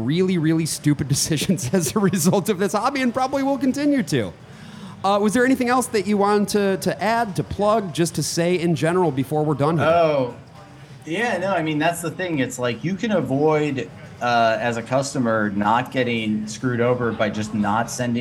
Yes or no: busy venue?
yes